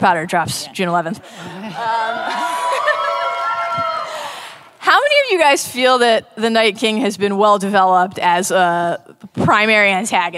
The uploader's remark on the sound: Live From ‘Con of Thrones’ 2018